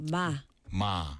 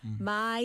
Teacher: 아. my는 my 이렇게 입 모양이 아에서 이 · Shown in: second take